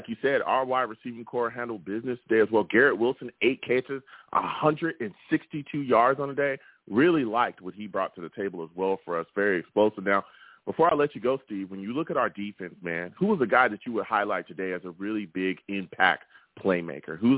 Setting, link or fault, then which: link, phone line